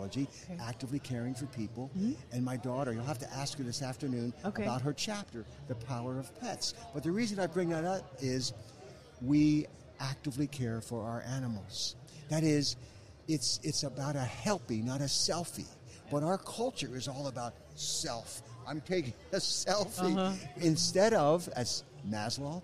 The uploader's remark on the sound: live on the expo floor from the 2019 NSC Expo